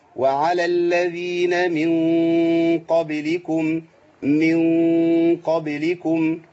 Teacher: يبقى عندي هنا في غنة. الغنة هنا غنة إخفاء، غنة مفخمة